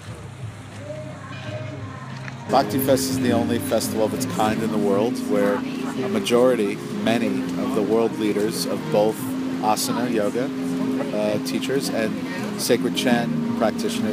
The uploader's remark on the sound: All weekend I recorded live updates from Bhakti Fest for Soul Traveller Radio, an Internet radio station based in Australia playing conscious music 24/7.